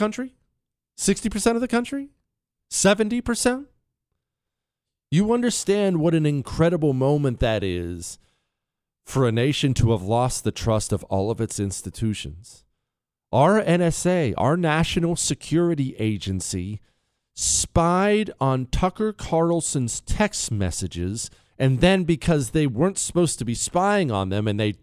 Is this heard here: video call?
no